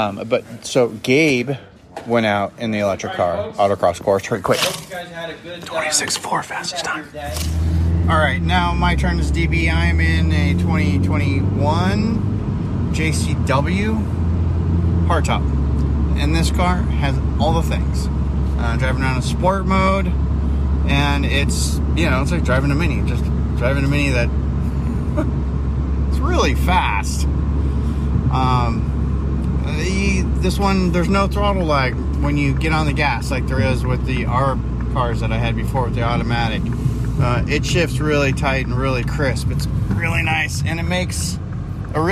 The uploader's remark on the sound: Live from BMW MINI Test Fest. We recorded some time in some very cool cars.